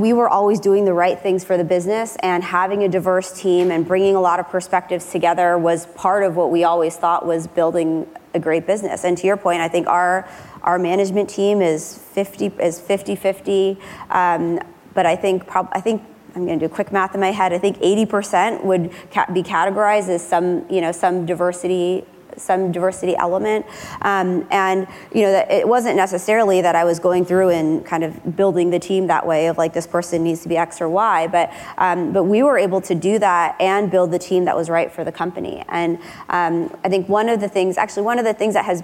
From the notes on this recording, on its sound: Live at Code 2018. At the 2018 Code Conference.